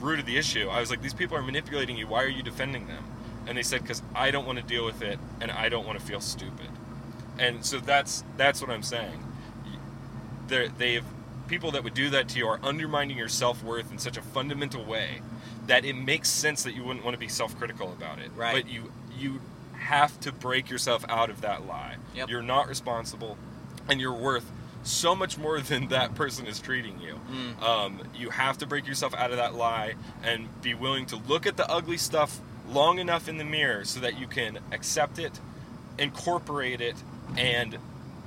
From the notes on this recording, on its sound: in the car this week